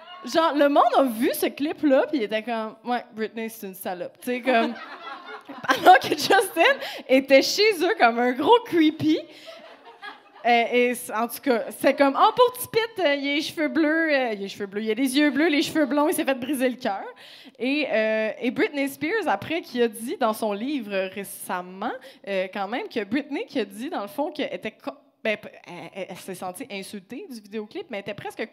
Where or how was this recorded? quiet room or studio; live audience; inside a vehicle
live audience